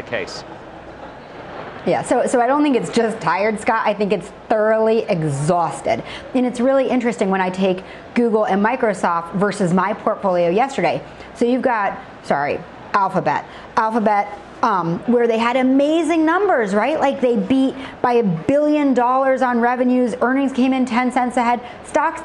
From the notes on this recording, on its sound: live from the Charles Schwab IMPACT conference in Philadelphia